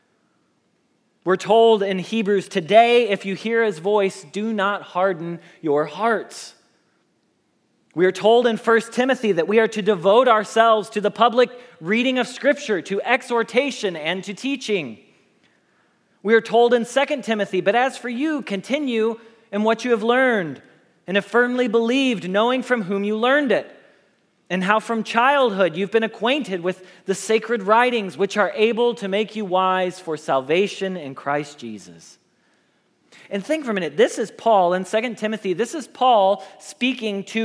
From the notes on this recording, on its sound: Message Preached at Valley Creek Church